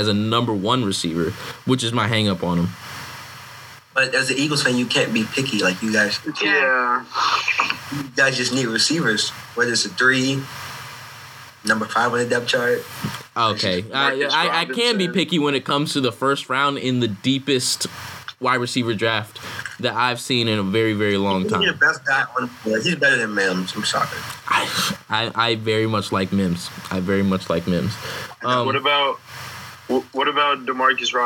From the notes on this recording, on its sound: Our apologies for the audio; we are still in the process of trying to figure out how to produce the best product possible from across the country!